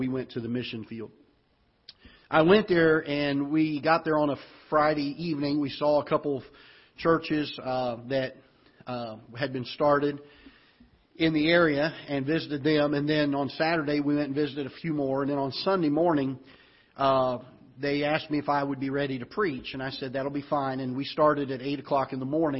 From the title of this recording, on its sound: Ketha Heights Baptist Church ~ Live Broadcast